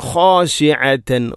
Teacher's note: ഖ തൊണ്ടയുടെ ഏറ്റവും മുകൾ ഭാഗമാണ് ഖ എന്നതിൻ്റെ മഖ്റജ്. അതുപോലെ തന്നെ ഐൻ, ഖാശിഅ ഐൻ തൊണ്ടയുടെ മധ്യഭാഗം.